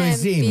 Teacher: Che la seconda vocale è aperta. · Term: seconda vocale aperta